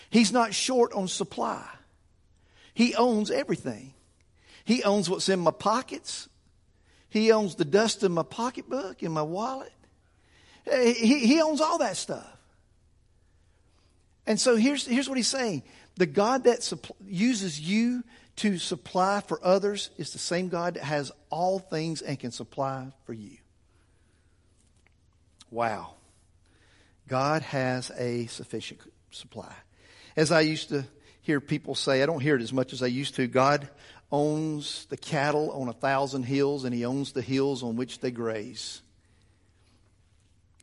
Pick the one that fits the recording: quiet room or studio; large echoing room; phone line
large echoing room